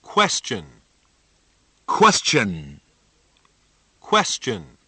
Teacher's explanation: 千万别忘了最后还有一个 N 的鼻音千万不能只读成 Question, question, 那个是 question.